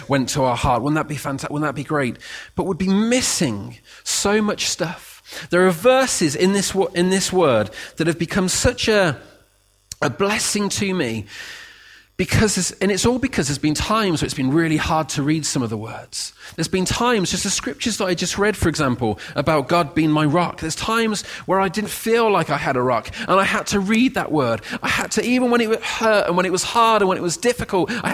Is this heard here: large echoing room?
yes